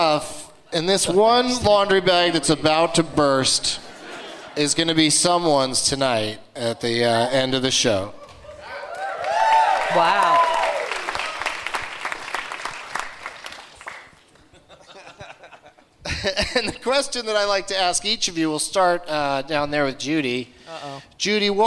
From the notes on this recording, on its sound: Live from the Gramercy Theatre in New York City